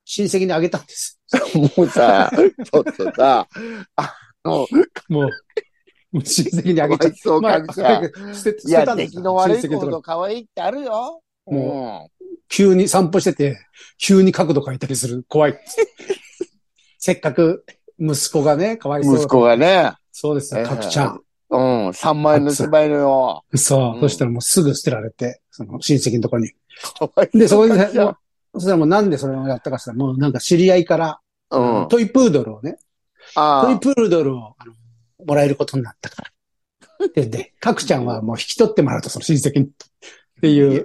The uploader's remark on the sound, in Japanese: ZOOMで収録